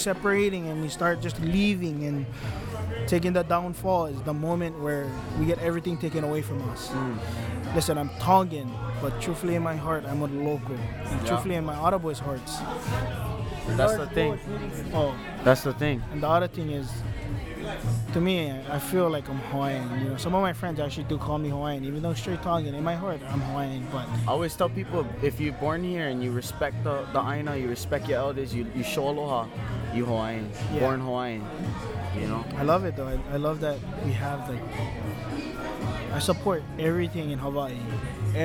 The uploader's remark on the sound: After a long sabbatical we bring you an interesting episode recorded at at Kava Bar (Haleakava), where are the Lahaina people come for relaxation, fun and fellowship. Please excuse the background noise and live band...